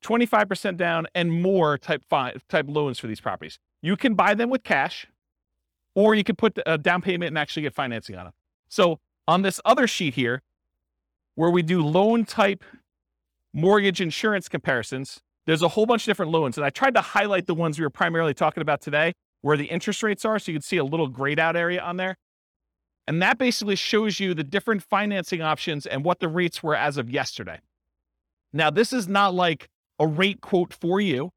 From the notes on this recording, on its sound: This was a live class recorded